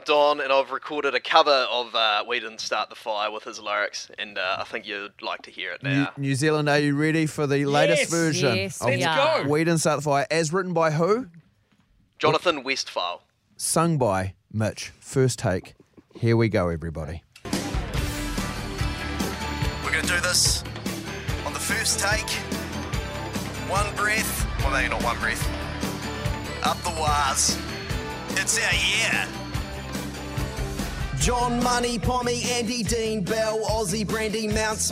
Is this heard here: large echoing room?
no